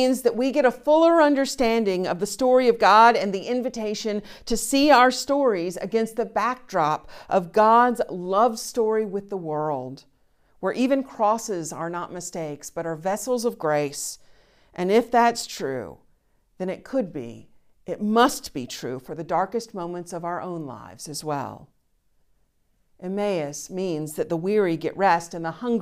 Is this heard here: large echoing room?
yes